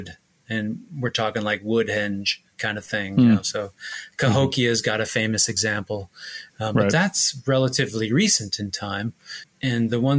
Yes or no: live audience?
no